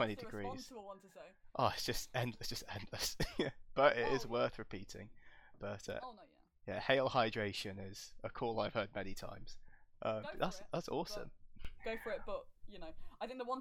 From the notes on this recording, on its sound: Audio isn't great on this. Have attempted to "fix" it but will still dip/pop occasionally.